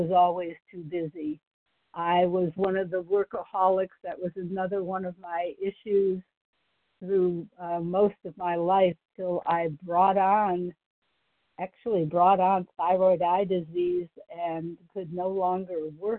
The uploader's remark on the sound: Qualification from the 100 Pounders Phone Meeting.